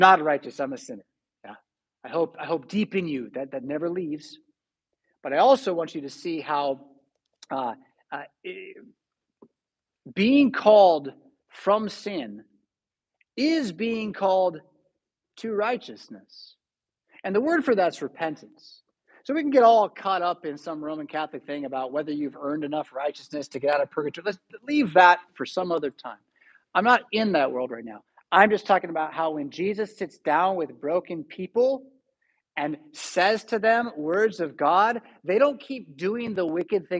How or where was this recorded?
large echoing room